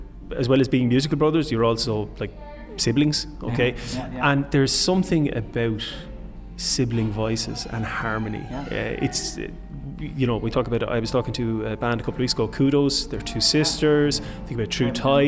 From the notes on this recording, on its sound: The coversation was recorded over pizza